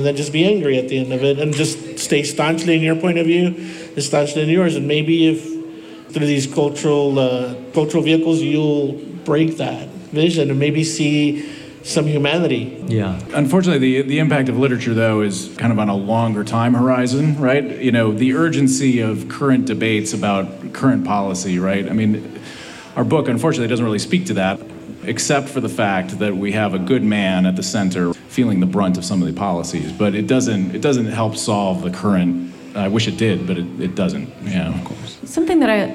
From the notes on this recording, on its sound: LARB Radio was live at The Last Bookstore in Downtown LA this past Sunday at the Book Release Party. Captivated the overflow crowd.